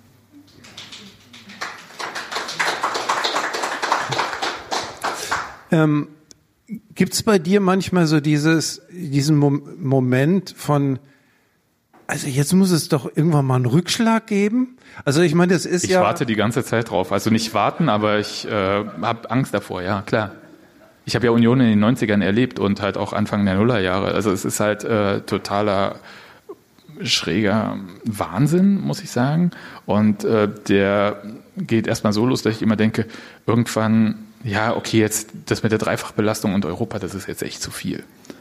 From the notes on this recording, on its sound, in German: Da nur wenige Karten verkauft werden konnten, stellt das Deutsche Theater freundlicherweise die Aufnahme der Veranstaltung allen frei zur Verfügung.